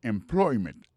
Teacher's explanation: mot employment là, c'est employment. Accent tombé sous deuxième syllabe là. · Term: accent tonique